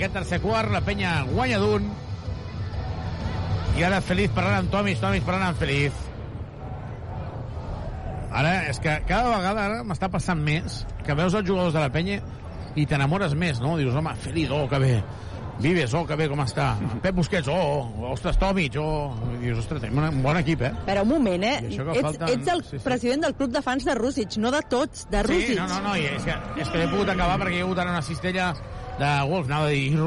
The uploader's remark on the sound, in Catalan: Transmissió en directe del partit Wolves vs Joventut